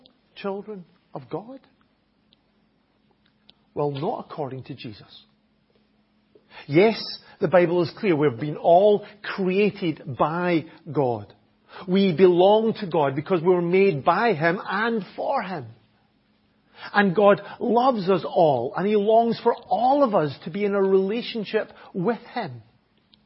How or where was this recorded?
large echoing room